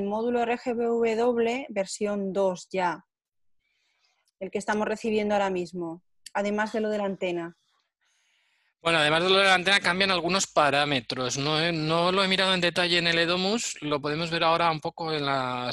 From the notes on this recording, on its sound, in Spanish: Audio del webinar. Audio del webinar sobre iluminación con tiras de LED RGBW y el módulo Z-Wave RGBW de Fibaro .